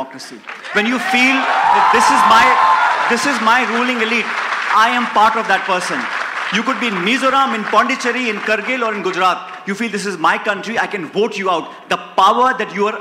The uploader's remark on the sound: A live session from #JaipurLitFest2020.